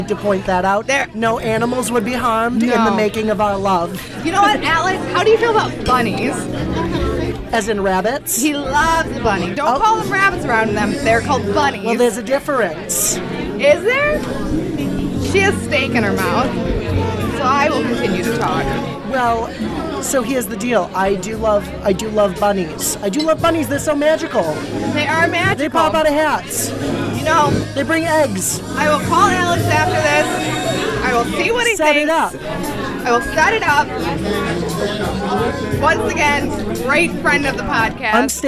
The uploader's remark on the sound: Venture outside of the studio and record an episode LIVE AT AN APPLEBEE'S. Venture outside of the studio and record an episode LIVE AT AN APPLEBEE'S.